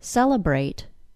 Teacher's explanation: the A-T-E is pronounced as ate, with a long A sound